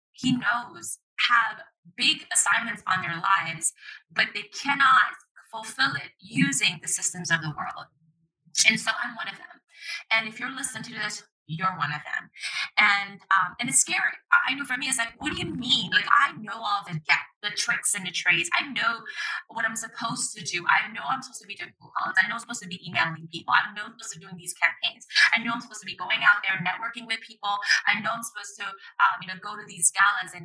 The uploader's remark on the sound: The quality of audio is poor because I wasn't in my normal studio recording the episode.